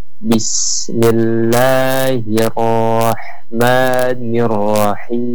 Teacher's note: Jadi pengucapan huruf takrir roh itu dengan mengucapkan Bismillahirrahmanirrahim, di mana ujung daripada penempatan huruf ra ini adalah ujung lidah dengan rongga mulut bagian atas